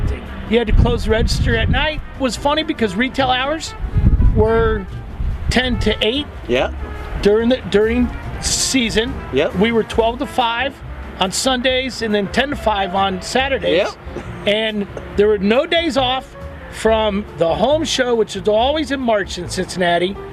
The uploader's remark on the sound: chats lakeside